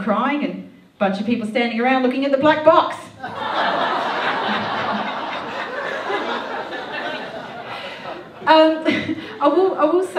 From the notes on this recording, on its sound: Melbourne International Comedy Festival Melbourne Town Hall, 2014. Melbourne International Comedy Festival Melbourne Town Hall, 2014.